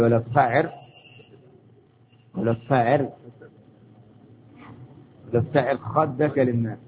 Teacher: لماذا رقة الراء من قبلها عشان الكسر